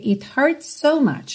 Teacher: a gente tem um S fechando hurts e outro S começando so. Você não tem que se preocupar em fazer dois S's mesmo